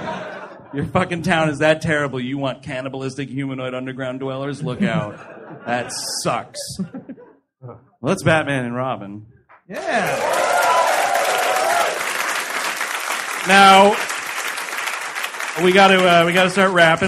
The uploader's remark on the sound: Live! at the Hollywood Improv. Recorded live in front of a sold out room.